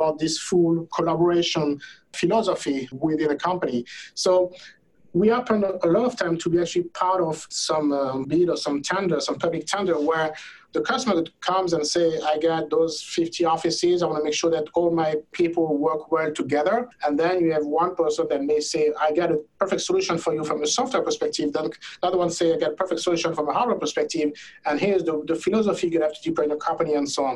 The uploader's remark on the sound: Of course it was recorded in a Zoom Room!